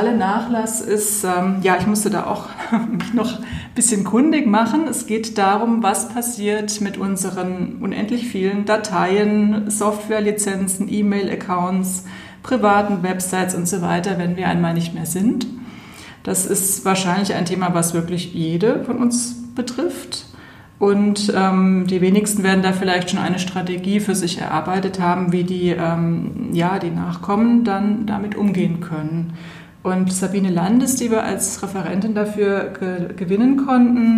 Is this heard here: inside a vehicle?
no